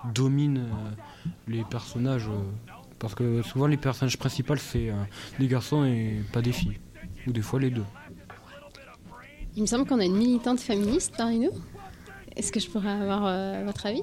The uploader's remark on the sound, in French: Quand la radio s’invite dans un collège – 1ère partie à Auterive. Les élèves de 5ème1 et leurs enseignants du collège Antonin Perbosc d’Auterive se sont prêtés au jeu, pour monter une émission. Tous les ingrédients y sont : générique, lancements, micro-trottoir, débats sous forme de jeu de rôle…